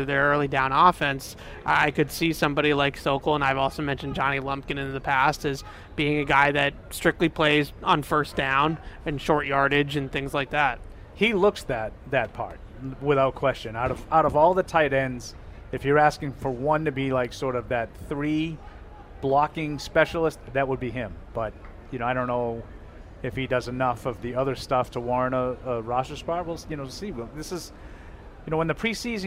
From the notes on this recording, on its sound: Day 5 Live Show, First Practice in Pads. We broadcasted live from Day 5 of Training Camp.